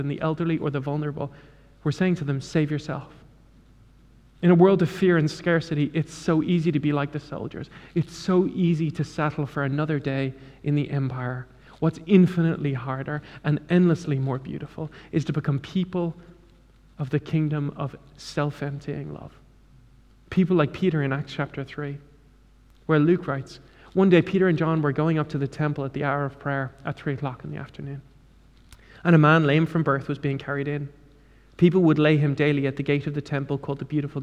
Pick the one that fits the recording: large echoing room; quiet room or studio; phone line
large echoing room